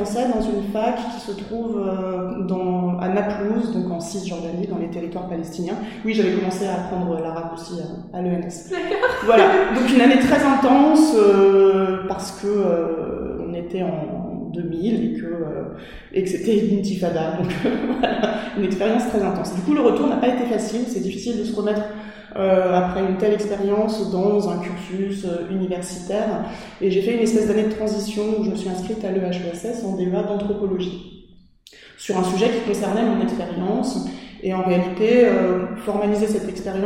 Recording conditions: echo